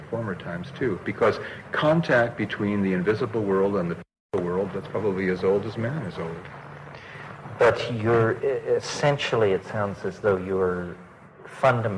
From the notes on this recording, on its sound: This video was created shot on location in Prague, Czechoslovakia during the International Transpersonal Conference in June 1992, known at Prague Gnosis .